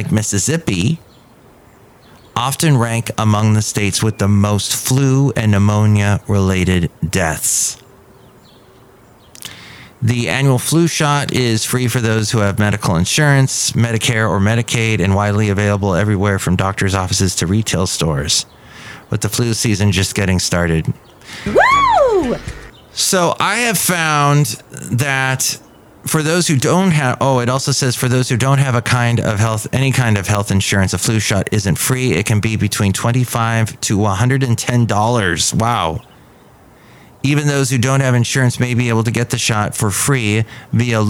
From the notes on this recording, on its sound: podcasts live from Café Anyway